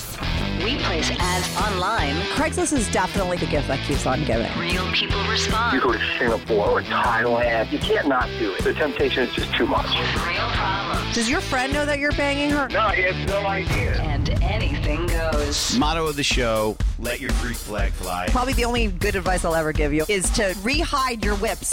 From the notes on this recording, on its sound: called in to talk all about it